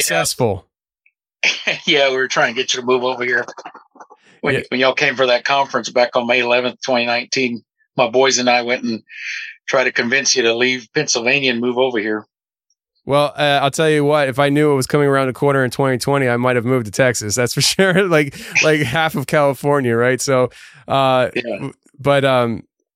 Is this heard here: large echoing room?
no